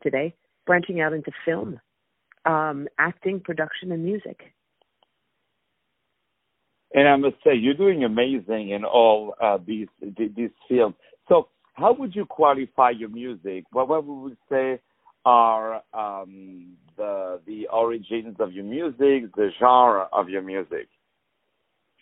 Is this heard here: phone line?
yes